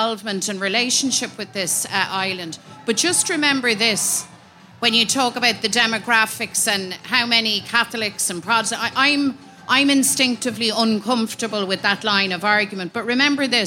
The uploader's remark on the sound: Live at Body & Soul. For a special live recording of the podcast at the Body & Soul festival last week.